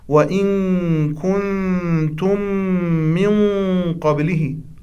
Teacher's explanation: أربع غنات متتالية، وينبغي للقارئ والمرتل أن يراعي التوازن فيها، يعني لا يطغى على الحالة الطبيعية التي هي حركتين ولا ينقص منها · Term: الغنات